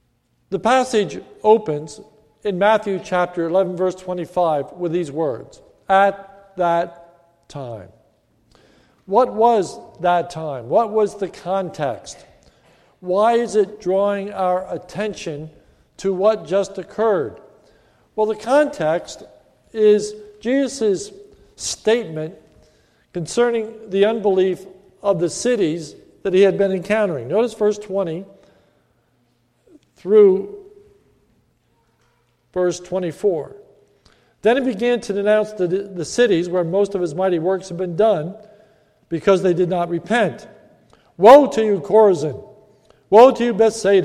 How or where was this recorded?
large echoing room